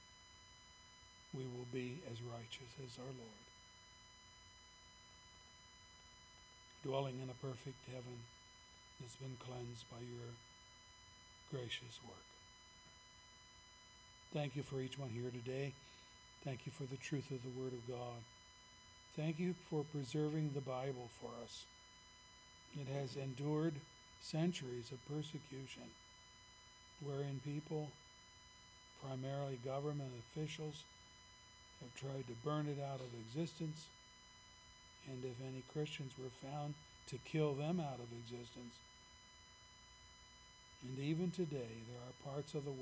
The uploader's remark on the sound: services recorded at Thornville Baptist Church